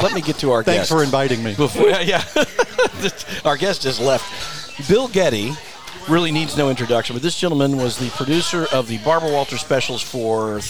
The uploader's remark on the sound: Recorded at Little Bar in the center of the Coachella Valley universe!